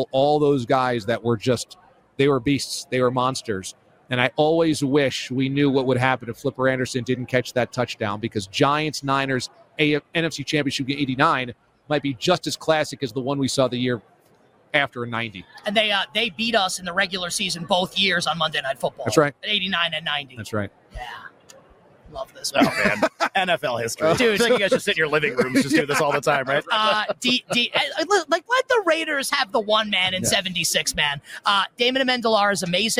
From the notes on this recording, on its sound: LIVE from Radio Row.